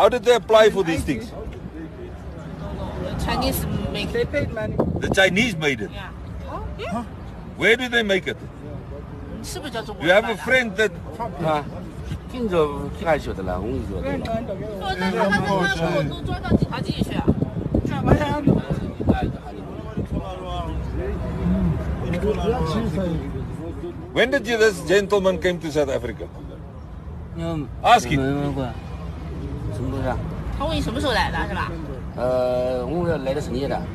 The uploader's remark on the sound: Here is an audio recorded at one of the road blocks.